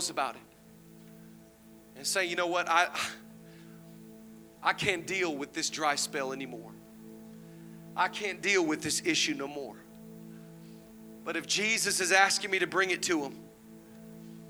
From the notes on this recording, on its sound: Zoe Church LA. Live from the El Rey Theater.